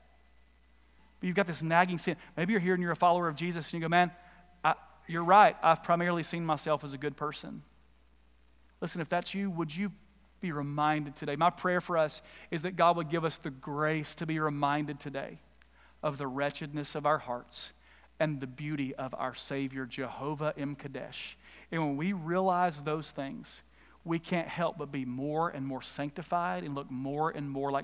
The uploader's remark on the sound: Recorded live at The Fellowship in Nashville on Sunday, July 25, 2021.